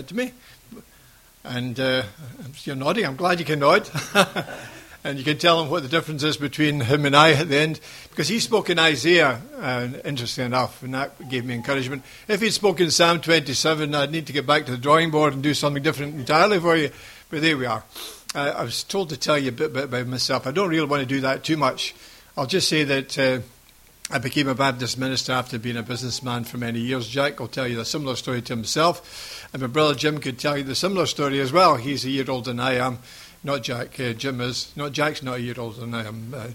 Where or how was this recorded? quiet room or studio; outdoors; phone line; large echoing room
large echoing room